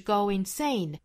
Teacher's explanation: insane 的重读音节呢是在后面的这个 ain 上面哈 sane 上面